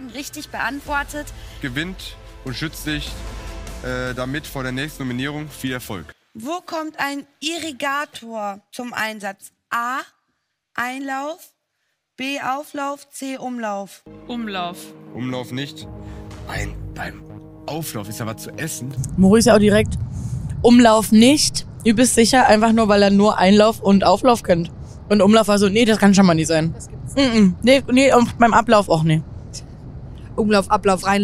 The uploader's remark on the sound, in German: Auf dem Weg nach Köln im Auto aufgenommen. Entschuldigt, falls es etwas wackelt.